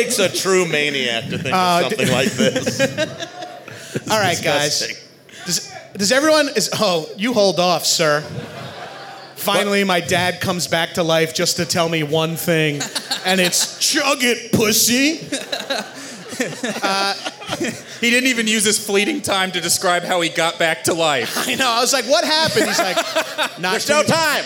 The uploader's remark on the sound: At Bonnaroo LIVE. To get drunk in front of the livest, sweatiest, and loudest comedy tent at Bonnaroo.